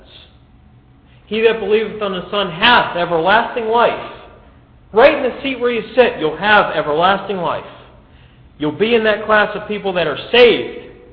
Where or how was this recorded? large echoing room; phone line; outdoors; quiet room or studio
large echoing room